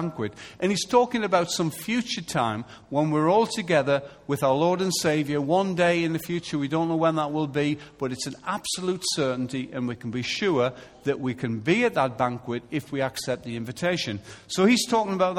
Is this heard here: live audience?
yes